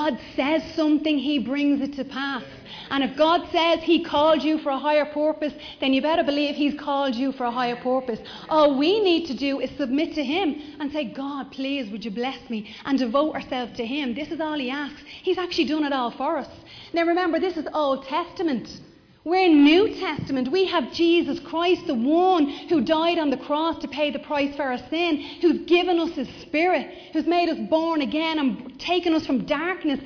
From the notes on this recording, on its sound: Recorded live in Liberty Church